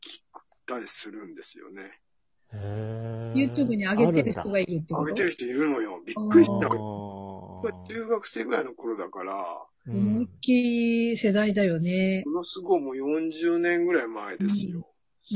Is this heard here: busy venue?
no